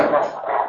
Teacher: En esas posiciones, con posición inicial, no tenemos la R simple · Term: múltiple